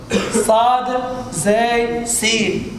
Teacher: راس اللسان والصوت يمر ما بين الثنايا العليا والسفلى · Term: الصفير